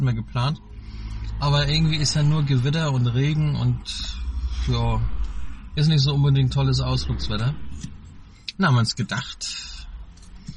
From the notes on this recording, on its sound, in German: An einer verregneten Samstag nach dem Wocheneinkauf haben wir die Gelegenheit genutzt und im Auto auf dem Parkplatz eine neue Samma-Folge aufgenommen. Es regnete und regnete und regnete... Verkehr und Regen sind deutlicher als erwartet zu hören.